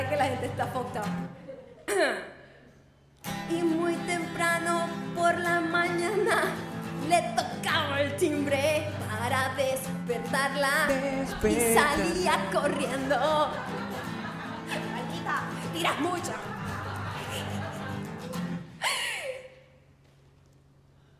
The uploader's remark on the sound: Live in Miami, 2019